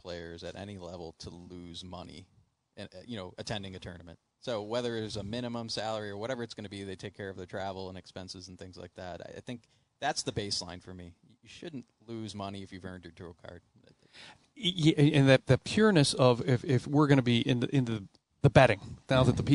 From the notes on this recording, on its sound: Tee 2 Green live from Glen Oak Golf Cub